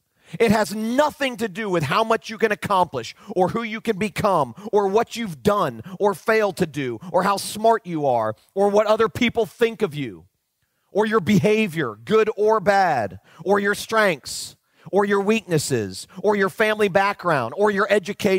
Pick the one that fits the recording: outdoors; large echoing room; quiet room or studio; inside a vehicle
large echoing room